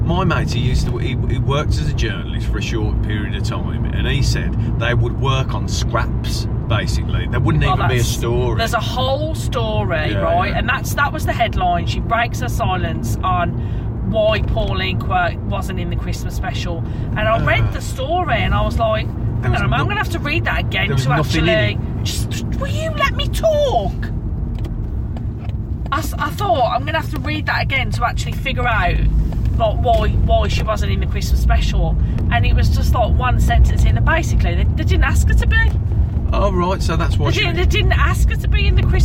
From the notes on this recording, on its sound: Recorded on the car journey home from work